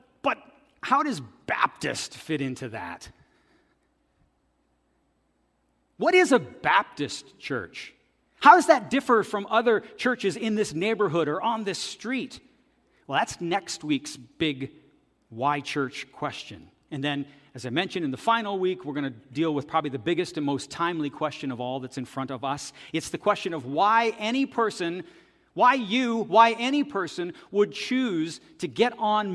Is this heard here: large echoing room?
yes